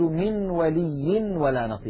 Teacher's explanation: عند الإدغام بغنة يخرج صوتان في آن واحد، واو من الشفتين في مثال الذي معنا، وغنة من الخيشوم، مجموع هذين الصوتين يشكل النون المدغمة في الواو.